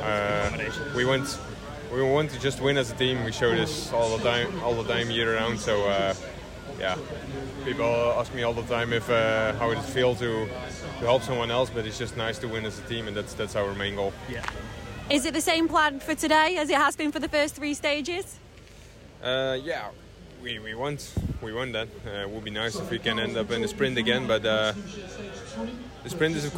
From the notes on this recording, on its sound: We take you on location around Nottinghamshire as Stage 4 of the Tour of Britain hits Robin Hood country. Catch up with riders before and after the race.